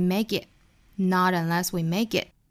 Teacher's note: 这个 make it 尾部的这个 it 的 t 不发音，这叫做 AmericanT